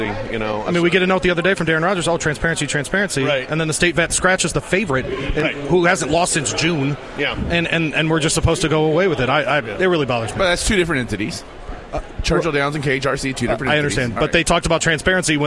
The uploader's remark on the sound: live from Churchill Downs